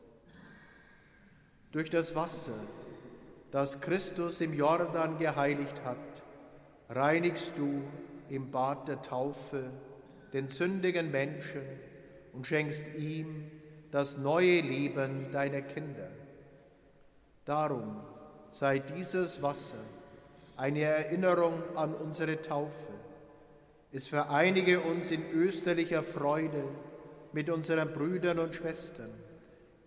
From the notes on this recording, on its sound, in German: Live-Gottesdienstübertragung aus der Kirche Hl. Dreifaltigkeit in Amberg.